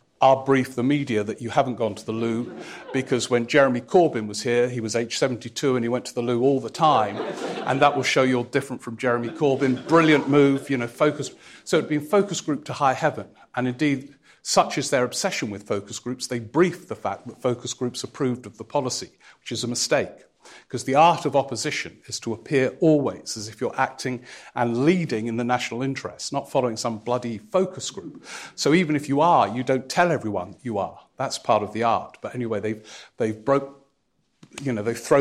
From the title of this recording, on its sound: Live at the Edinburgh Festival